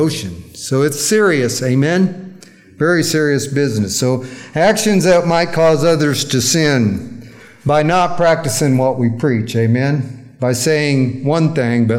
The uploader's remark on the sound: during our recent worship service